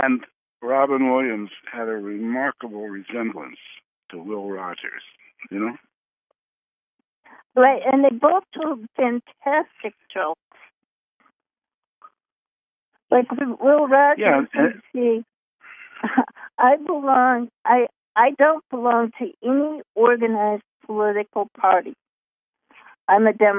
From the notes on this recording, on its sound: Conference Call LIVE